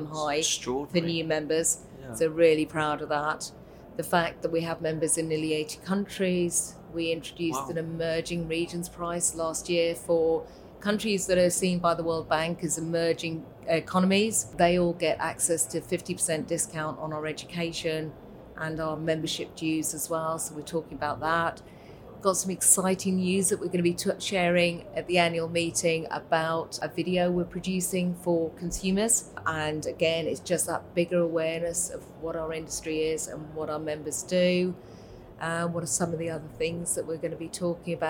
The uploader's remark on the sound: Recorded at ISE 2024.